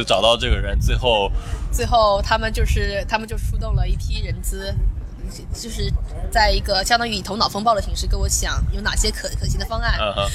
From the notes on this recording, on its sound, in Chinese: 户外录音，稍有杂音，多谢谅解。